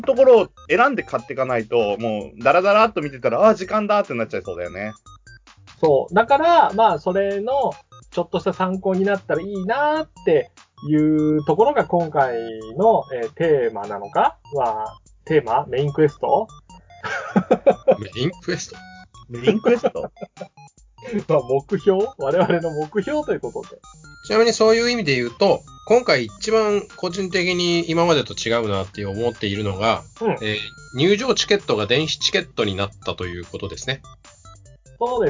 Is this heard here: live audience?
no